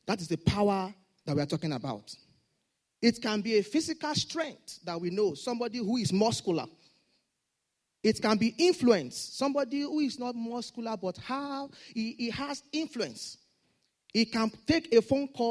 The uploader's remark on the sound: Sunday Service message. Fountain of Love, RCCG Aberdeen, UK.